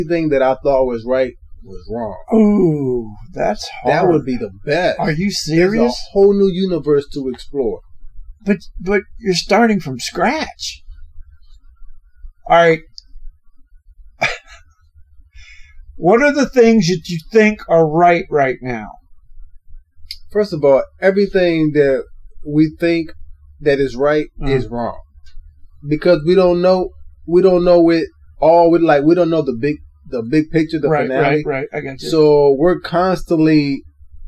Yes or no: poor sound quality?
yes